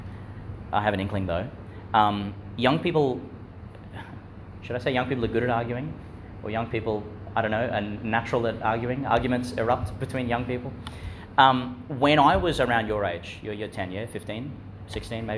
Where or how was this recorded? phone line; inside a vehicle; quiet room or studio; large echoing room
large echoing room